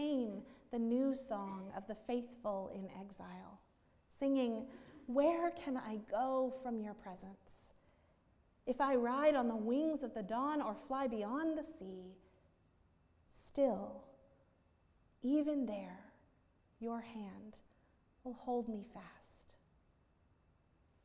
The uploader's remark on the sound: at Northminster Church on October 13, 2019